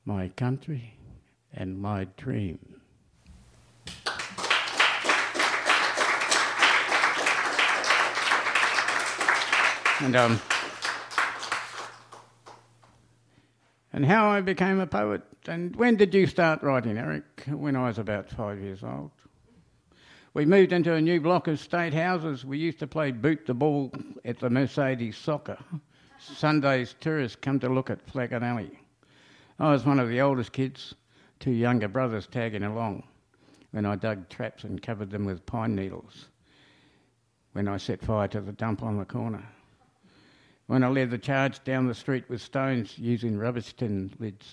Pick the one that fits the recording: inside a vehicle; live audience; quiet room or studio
live audience